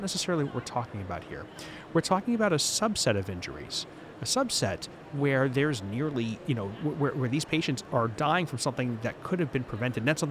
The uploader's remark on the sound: Live From Expo 2022. We are releasing never-before heard episodes from EMS World Expo 2022 in Orlando.